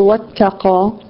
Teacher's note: تاء مرققة and قاف مفخمة